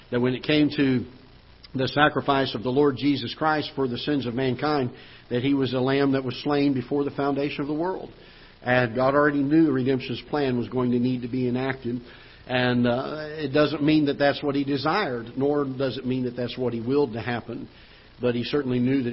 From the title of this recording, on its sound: Ketha Heights Baptist Church ~ Live Broadcast